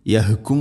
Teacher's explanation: حاء തൊണ്ട ഇവിടെ മധ്യഭാഗമാണ് അക്ഷരത്തിൻ്റെ മഖ്റജ്